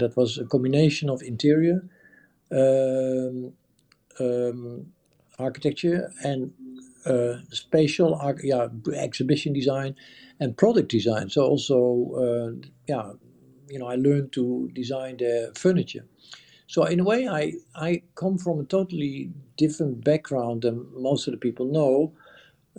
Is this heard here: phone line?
no